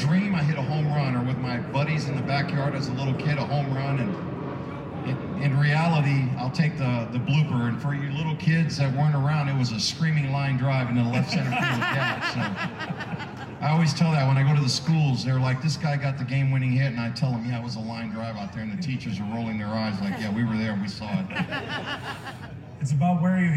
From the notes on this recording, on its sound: Day 3 coverage of Innings Festival 2020 from Tempe Beach Park, Arizona